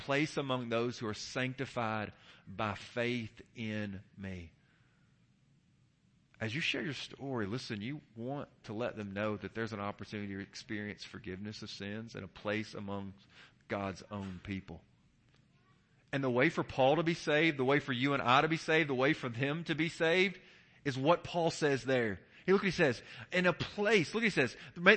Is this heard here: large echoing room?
yes